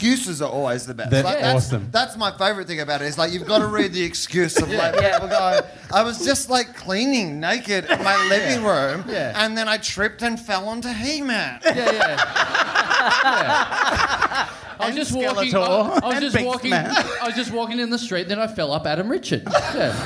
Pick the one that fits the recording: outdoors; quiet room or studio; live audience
live audience